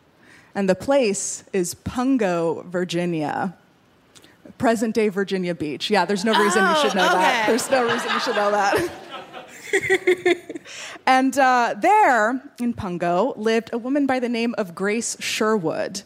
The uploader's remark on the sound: In our very first LIVE show